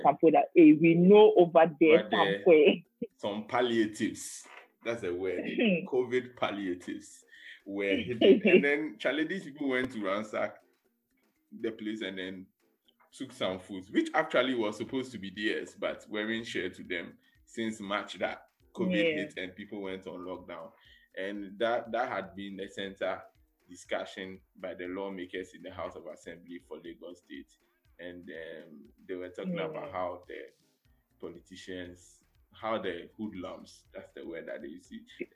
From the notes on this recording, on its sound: Still recording remotely due to COVID